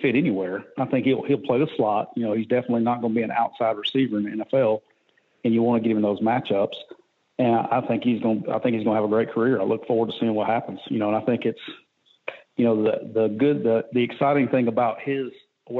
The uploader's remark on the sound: joins on the Modern Woodmen phone line